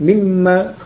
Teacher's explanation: Jadi asalnya ma istifhamiyah didahului oleh min huruf jar, kemudian nun sukun pada min ketemu mim, ya, gunnah idgham, gunnah nunnya masuk ke mim menjadi mimma